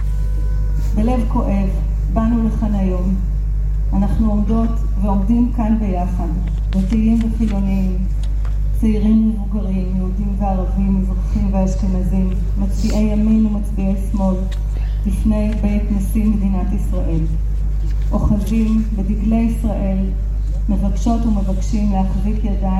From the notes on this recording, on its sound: Recordings from the Israeli protests. Judicial reform protests open with minute of silence for terror victims, recordings from the protests.